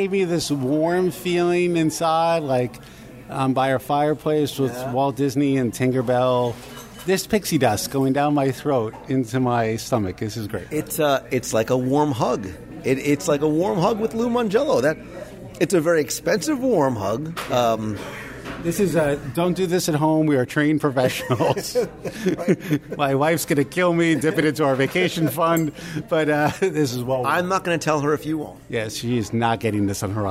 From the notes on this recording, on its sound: Live Review of Mizner’s Lounge at Disney’s Grand Floridian Resort. I invite you sit alongside me at a quiet, quaint table at Mizner’s Lounge at Disney’s Grand Floridian Resort and Spa for a live restaurant review.